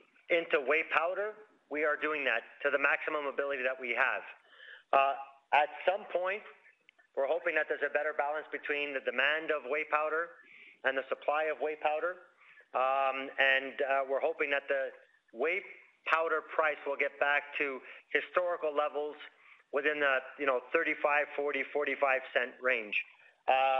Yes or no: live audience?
no